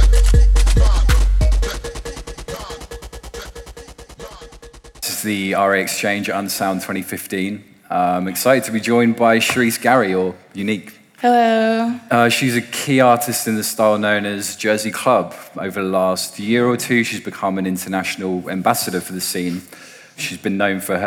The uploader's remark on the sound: Live at Unsound festival